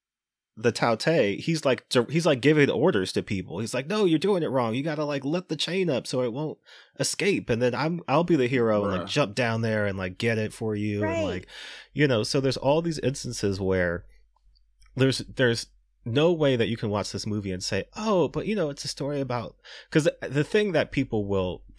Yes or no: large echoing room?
no